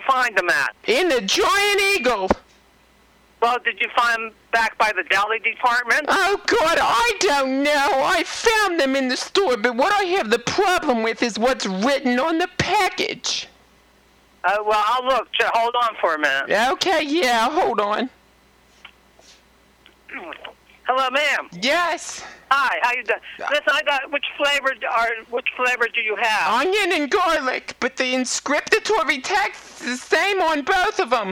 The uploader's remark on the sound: Prank Phone Calls